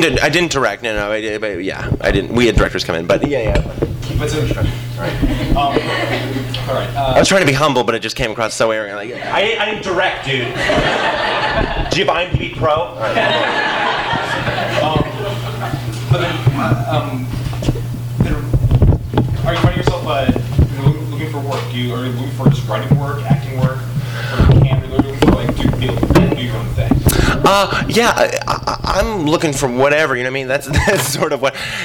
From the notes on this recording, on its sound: THIS EVENT WAS RECORDED LIVE AT SKYLIGHT BOOKS.